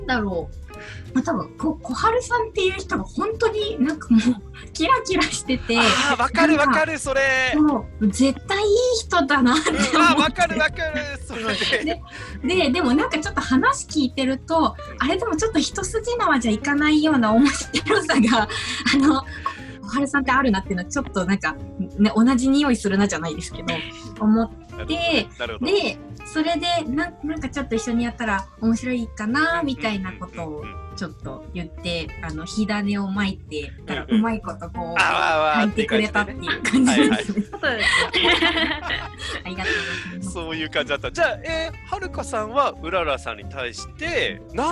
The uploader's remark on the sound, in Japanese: カラフル・スペース放送局』は、ZOOMを使っての新しい形のトーク番組。